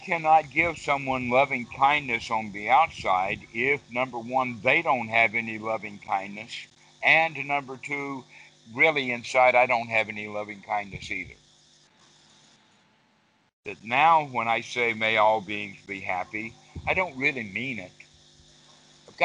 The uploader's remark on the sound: skype calls on this channel